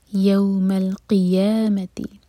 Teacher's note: قاف کے نیچے جو کسرہ ہے وہاں پر قی کی آواز ہے، قے نہیں